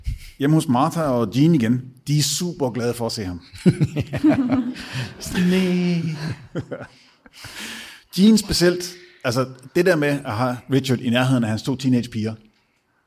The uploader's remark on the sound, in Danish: Afsnittet er optaget live på Hotel Cecil den 1.